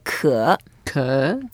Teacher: Yeah, so it's a third tone. We go down and up.